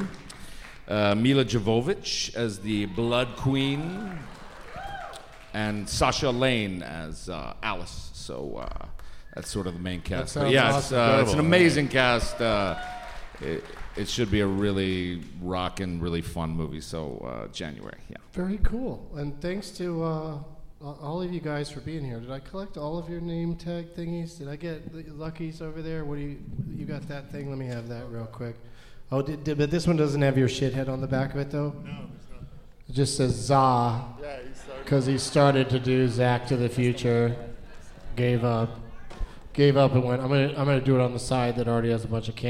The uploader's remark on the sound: Live from the Variety Playhouse in Atlanta